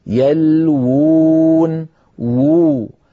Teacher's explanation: يلوون فيها واوان، الواو الأولى مضمومة والواو الثانية ساكنة مدية، يلوون وو. ففي الخط ذكرت لكم وأكرر دائما، لم تكن العرب في زمن النبوة يجمعون في الخط بين واوين أو ألفين أو ياءين، فلذلك كتبوها بواو واحدة وهم ينطقونها، كتبوها بواو واحدة وهم ينطقونها بواوين، يلوون.